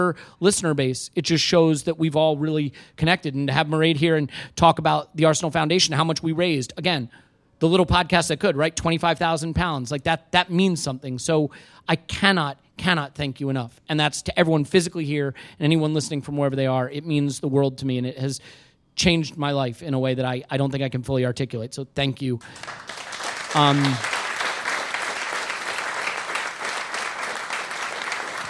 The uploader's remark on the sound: This show was recorded in front of a live audience at The Victoria Tavern.